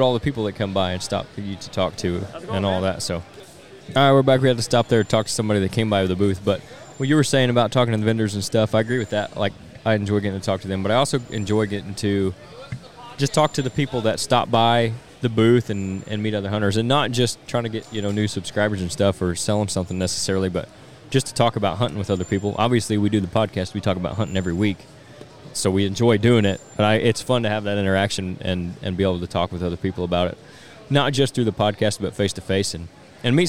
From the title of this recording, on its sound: On-Site at the 2023 Illinois Deer and Beer Fest